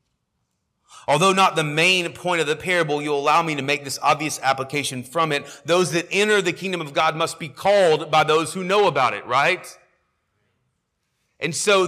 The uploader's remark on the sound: sermon audio from our morning service